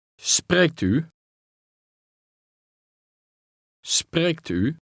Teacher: Note how the two words run together.